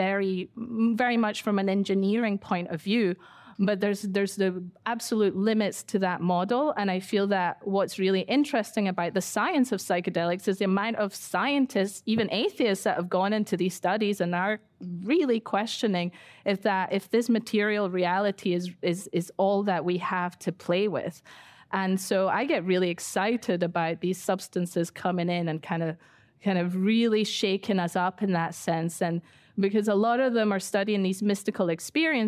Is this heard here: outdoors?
no